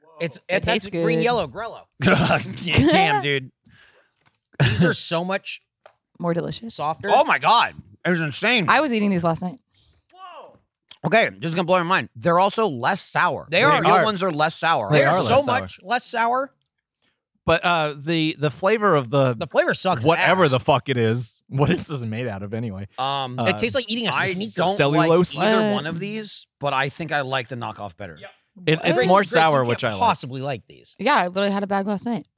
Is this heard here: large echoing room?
no